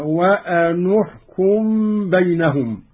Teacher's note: قرأ قالون بضم النون أولى الساكنين هكذا: وأنحكم بينهم.